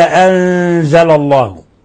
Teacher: نون ساكنة بعدها حرف الزاي، الحكم التجويدي إخفاء حقيقي